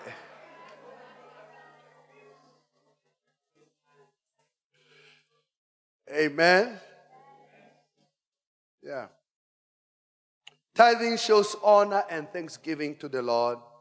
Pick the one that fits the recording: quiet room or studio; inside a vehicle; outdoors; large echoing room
large echoing room